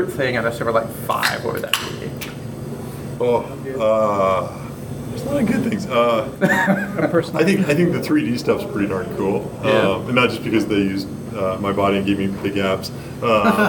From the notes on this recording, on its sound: Inverview at the Silverlight Firestarter